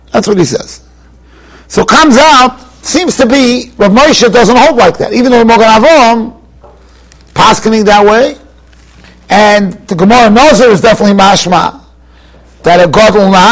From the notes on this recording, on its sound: Shiur recorded in Yeshivas Ohr Reuven, Monsey, NY.